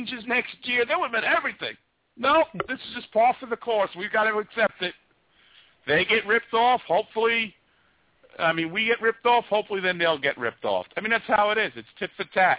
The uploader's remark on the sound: Anything goes on the Underground, we take your calls, and there is a live chat throughout the entire show.